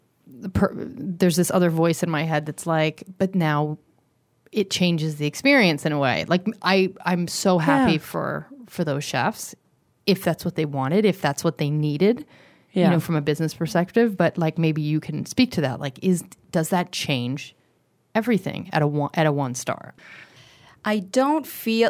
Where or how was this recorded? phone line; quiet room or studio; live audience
quiet room or studio